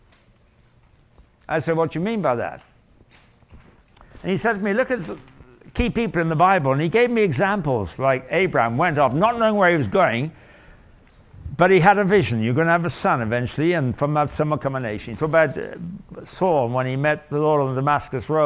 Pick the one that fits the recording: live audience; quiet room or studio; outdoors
live audience